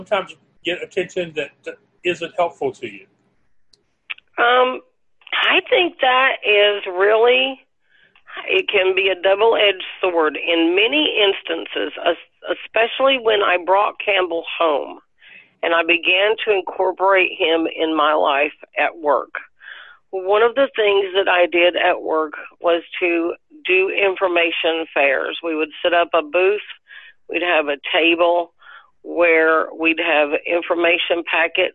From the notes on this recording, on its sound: Her laptop was damaged a few days before our interview. Instead of backing out she decided to call in on a phone line instead.